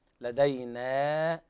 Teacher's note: أيضا في قوله تعالى إن لدينا، نون خطأ، لدينا لابد من انفتاح الفك في النون وترقيقها